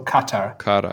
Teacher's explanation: So the stress in the Arabic pronunciation would be on the first syllable.